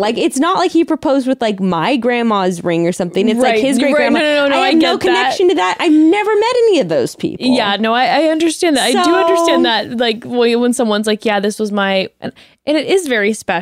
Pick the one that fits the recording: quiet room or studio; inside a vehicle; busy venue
quiet room or studio